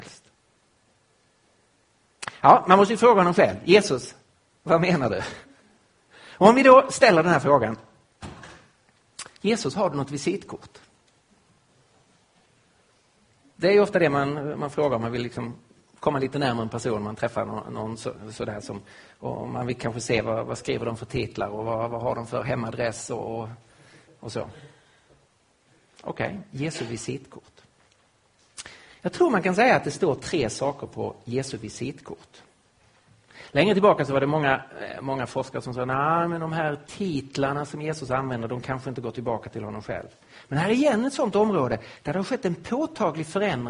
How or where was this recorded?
live audience